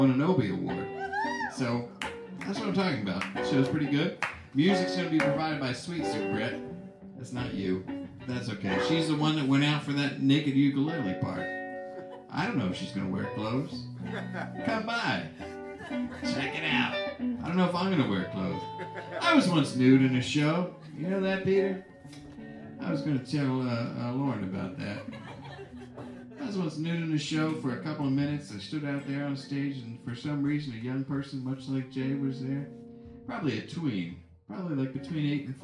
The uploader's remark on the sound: In this live episode